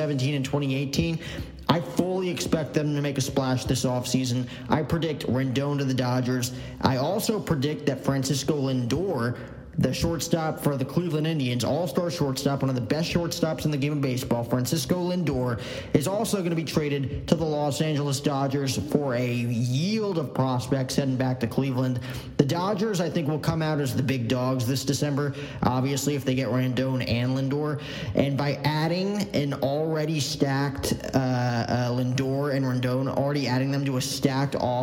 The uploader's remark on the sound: The 2019 MLB Winter Meetings LIVE from San Diego at The Hyatt.